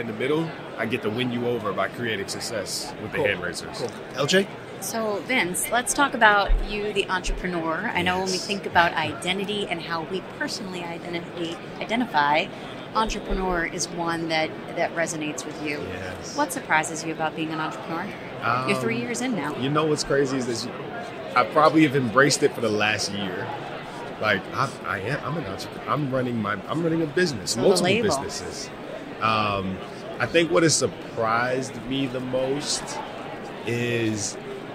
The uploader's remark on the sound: From Radio Row at the Super Bowl